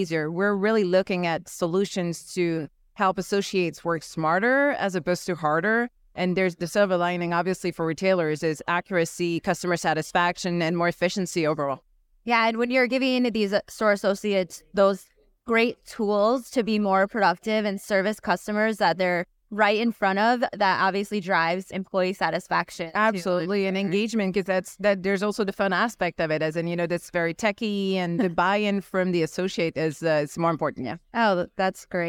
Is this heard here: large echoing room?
no